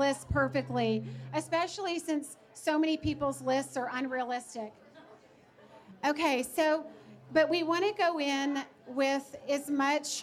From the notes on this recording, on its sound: Loveability Live! Takes a few questions from the audience at the Loveability launch party.